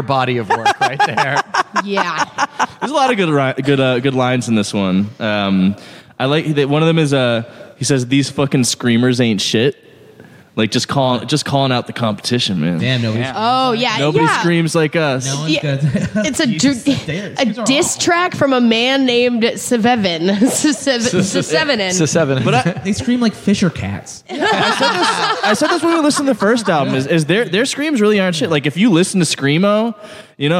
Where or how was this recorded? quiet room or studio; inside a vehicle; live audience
live audience